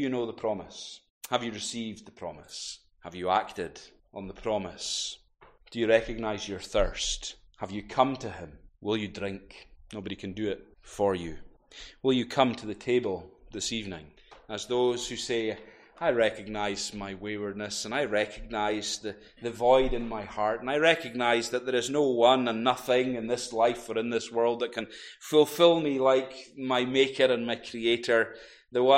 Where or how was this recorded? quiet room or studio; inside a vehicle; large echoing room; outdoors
large echoing room